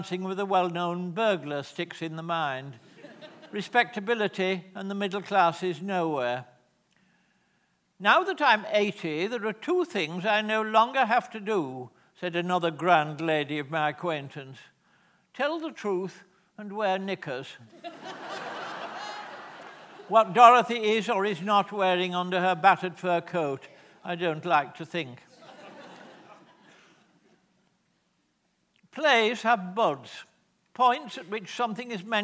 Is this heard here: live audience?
yes